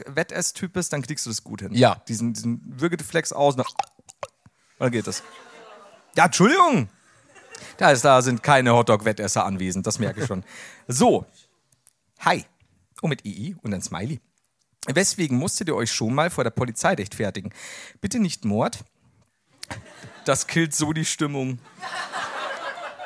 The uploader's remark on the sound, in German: LIVE in München